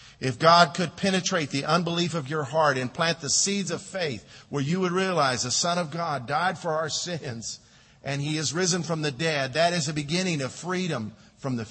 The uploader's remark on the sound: Delivered during Tabitha Harkins funeral at Lakeside Baptist Church.